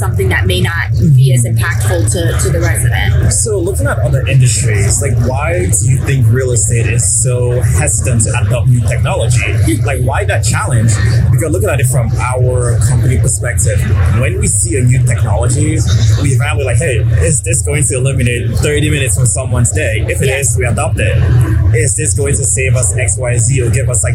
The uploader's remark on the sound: LIVE AT NAA